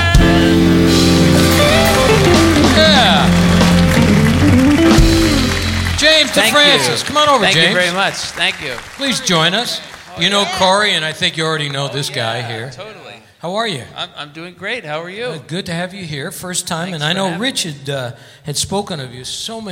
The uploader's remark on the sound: Live at the SouthPoint